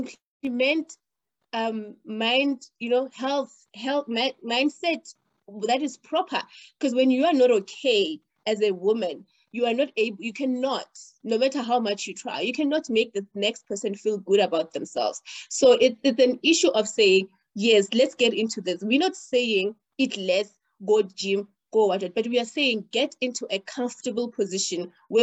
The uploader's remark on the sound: The series is webcast via Zoom